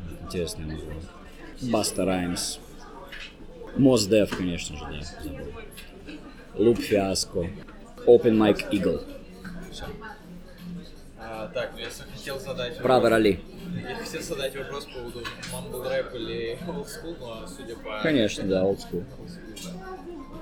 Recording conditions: background noise